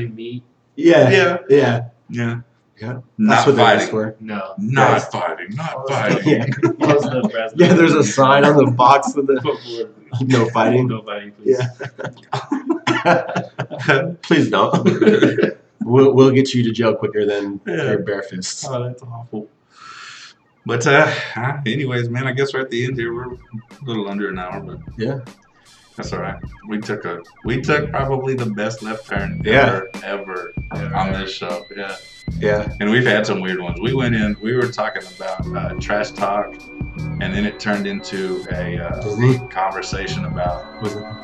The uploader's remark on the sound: Sorry it sounds like we're in a tunnel.